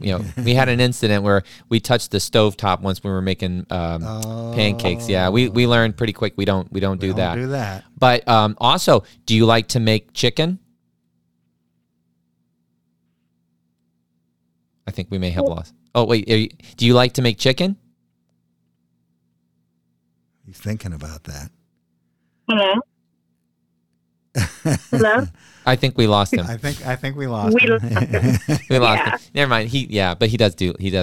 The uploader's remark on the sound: make a surprise phone call